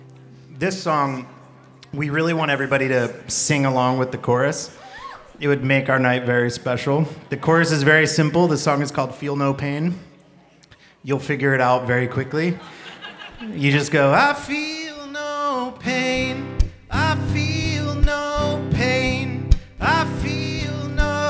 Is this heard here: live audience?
yes